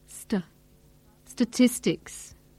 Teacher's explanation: Here the speaker gives equal stress to all the syllables in statistics. He should have made the first vowel a weak form, st. Statistics.